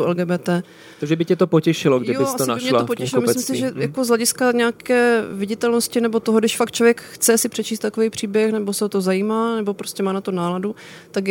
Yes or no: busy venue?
yes